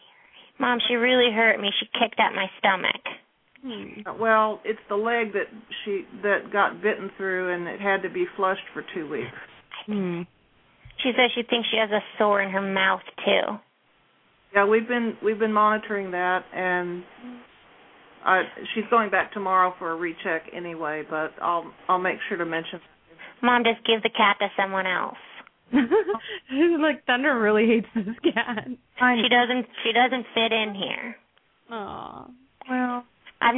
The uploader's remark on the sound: open up the lines for listeners to call